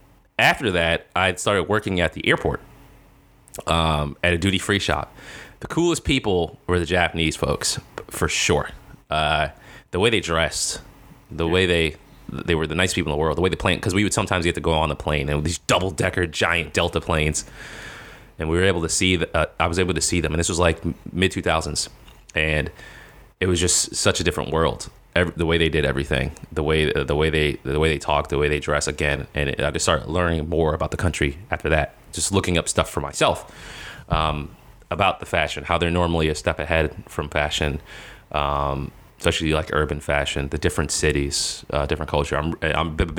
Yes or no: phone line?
no